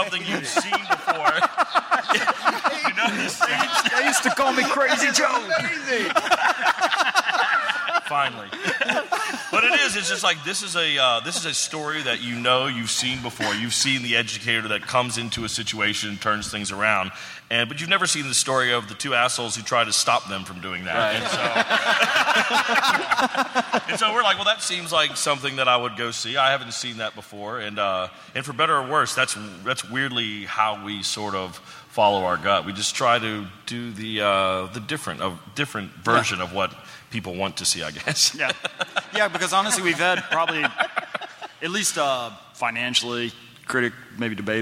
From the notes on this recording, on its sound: Live from SDCC 2016. It's the first show from SDCC 2016 at the Balboa Theater! Takes some questions from the audience.